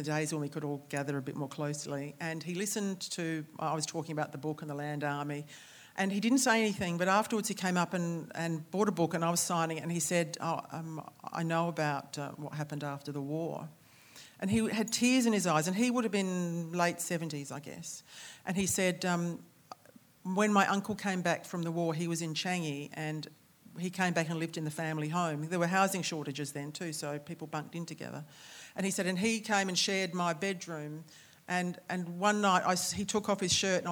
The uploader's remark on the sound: On 10 September 2020 we welcomed the public back to the Marion Cultural Centre for our first in person author event since the beginning of the year. This recording of our live event.